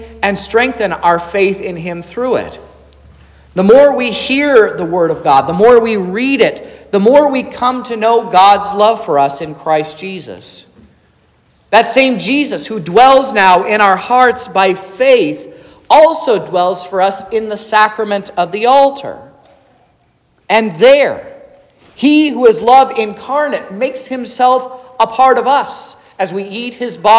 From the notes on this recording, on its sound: This is the sermon preached at Trinity Lutheran Church in Vallonia, Indiana, on Sunday, September 24th, 2023, which was the 16th Sunday after Trinity.